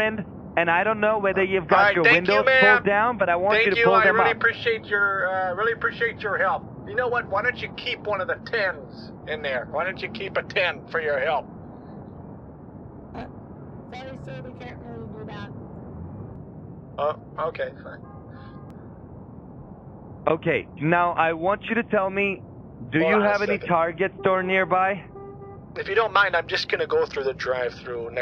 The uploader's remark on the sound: An old grandpa on the phone with scammers who are pretending to be working as federal DEA agents.